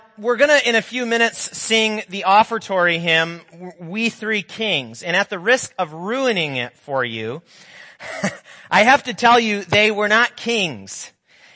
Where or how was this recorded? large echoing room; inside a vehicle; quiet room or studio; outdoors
large echoing room